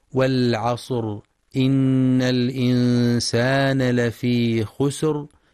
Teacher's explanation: ويراعي تفخيم الصاد مع بيان صفة الصفير